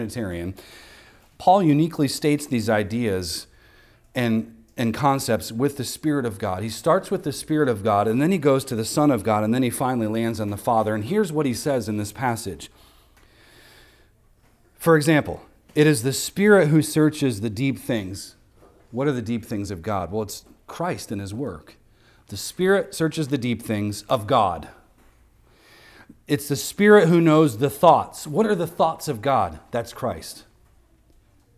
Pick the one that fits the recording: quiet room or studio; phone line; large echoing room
large echoing room